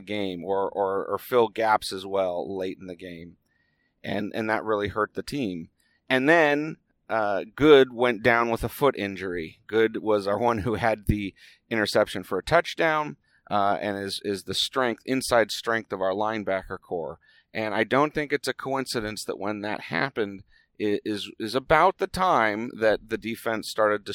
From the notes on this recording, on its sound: It was recorded on the drive home as always